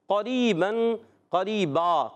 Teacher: قریباً قریبا، قریباً کو وقف کرنے میں قریبا پڑھتے ہیں. تو را یا زیری یا مدہ ہے، ایک الف کھینچنا ہے، اور را کے نیچے زیر ہے، باریک پڑھیں گے. دو زبر کی تنین کو الف سے بدل دیں گے، اس کو کہتے ہیں وقف بالابدال مال الف.